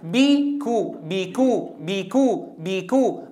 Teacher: باء مكسورة بعدها مضموم، هذا محتاج لتحرك الفك بطريقة سريعة